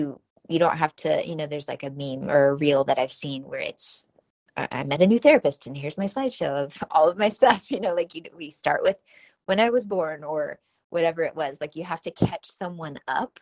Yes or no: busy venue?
no